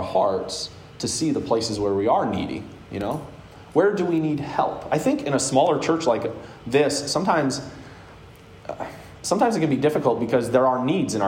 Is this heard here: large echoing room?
yes